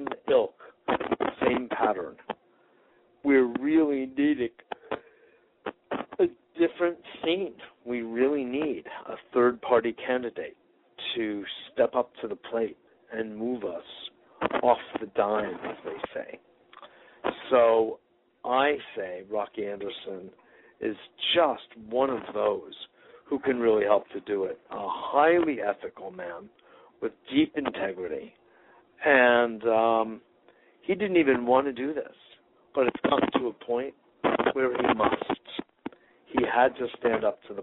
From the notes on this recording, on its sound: Today is a chance for listeners to call.